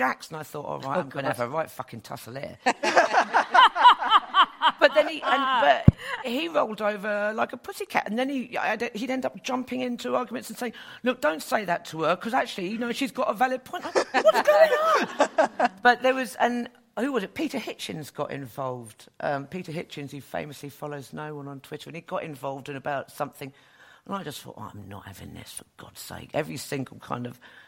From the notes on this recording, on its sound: This episode was recorded in front of a live audience at the Twinings Here For You event in London.